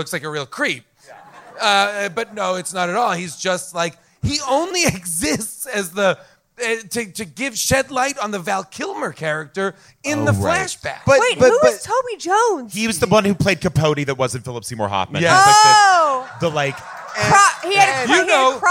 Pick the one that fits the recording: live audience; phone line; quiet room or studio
live audience